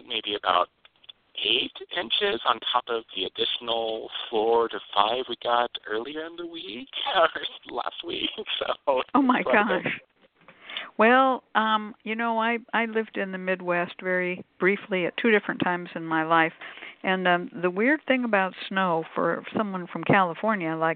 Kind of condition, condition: link, phone line